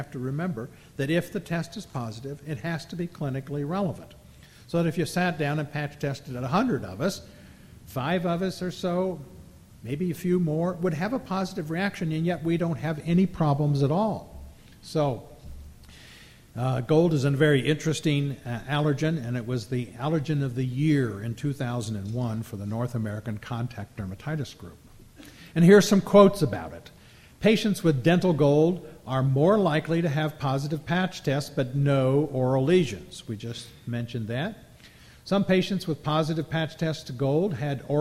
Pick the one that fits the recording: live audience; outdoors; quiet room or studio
live audience